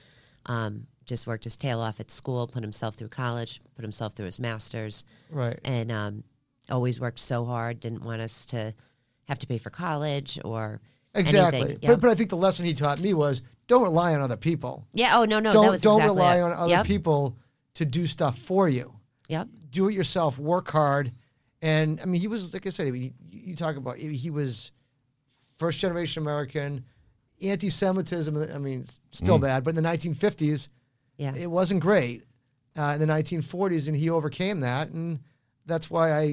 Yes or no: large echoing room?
no